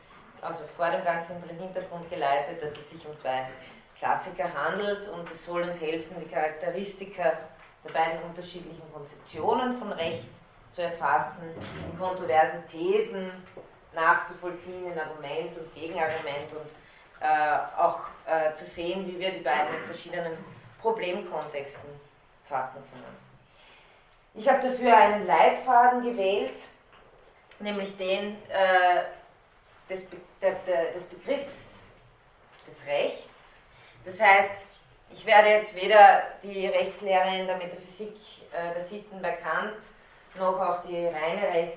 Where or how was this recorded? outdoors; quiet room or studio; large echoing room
large echoing room